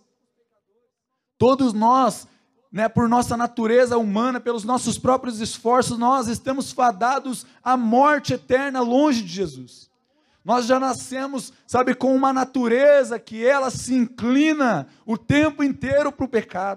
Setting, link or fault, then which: setting, large echoing room